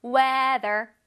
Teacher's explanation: TH가 있어서 혓바닥에 앞으로 나왔다가 뒤로 슝 들어가죠?